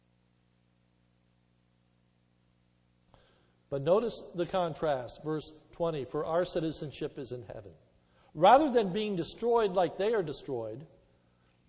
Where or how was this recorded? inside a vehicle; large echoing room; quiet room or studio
large echoing room